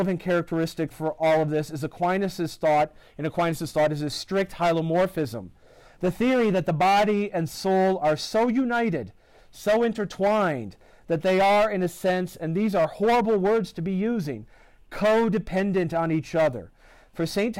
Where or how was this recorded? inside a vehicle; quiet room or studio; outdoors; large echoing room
large echoing room